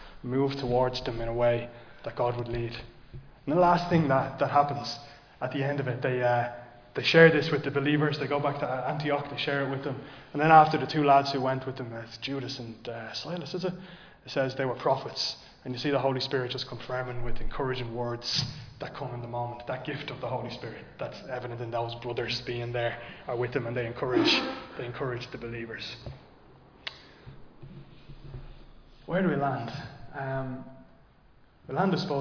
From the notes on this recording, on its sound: Recorded live in Liberty Church on 25 February 2024